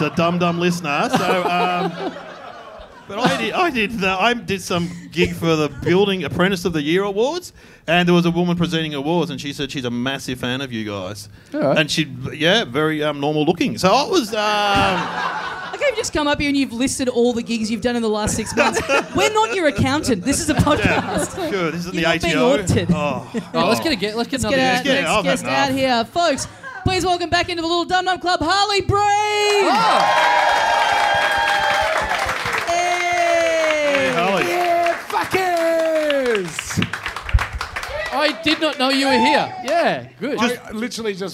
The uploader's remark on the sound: Recorded LIVE at the European Bier Cafe on June 18, 2017.